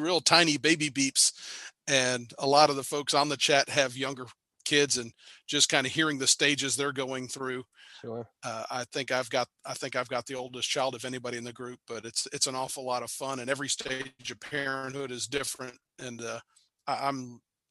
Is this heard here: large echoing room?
no